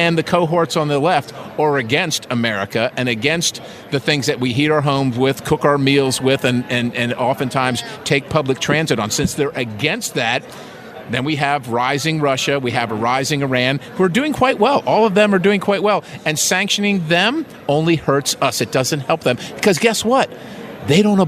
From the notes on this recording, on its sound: joins The … Show from CPAC in Washington, D.